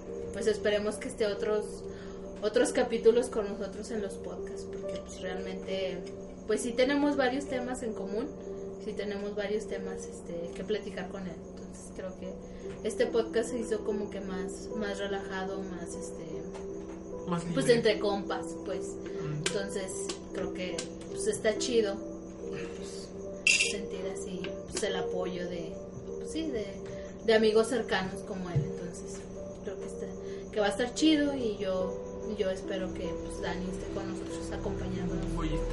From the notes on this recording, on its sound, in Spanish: Disculpen los ruidos de fondo y las risas.